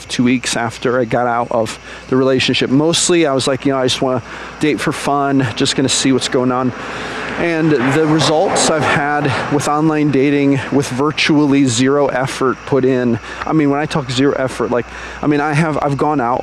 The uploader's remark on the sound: recorded while I was out on a walk